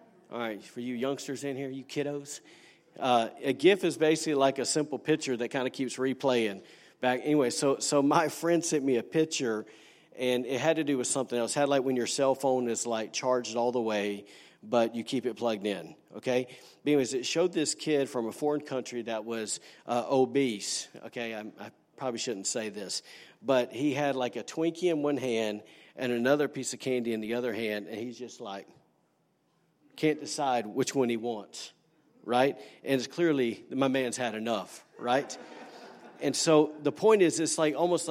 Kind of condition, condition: setting, large echoing room